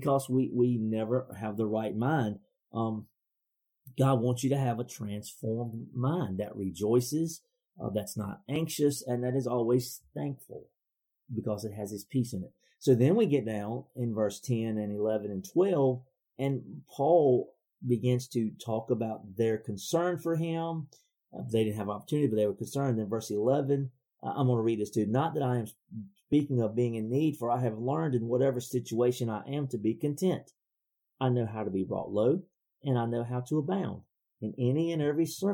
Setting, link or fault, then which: fault, poor sound quality